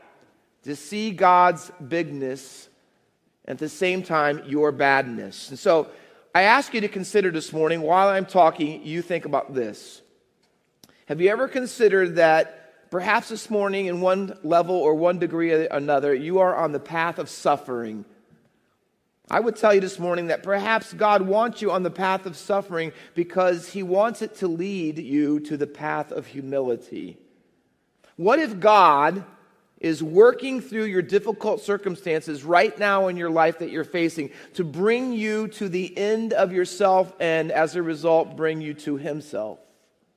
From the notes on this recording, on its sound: Faith Baptist Church in Hamilton, NJ.